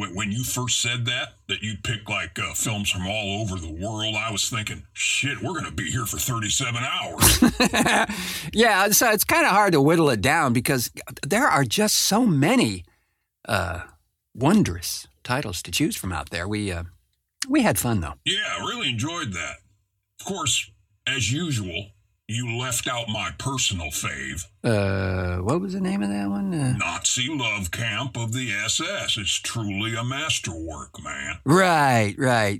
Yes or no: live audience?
no